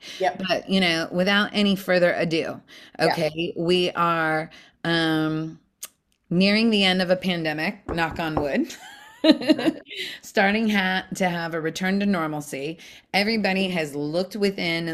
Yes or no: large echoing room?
no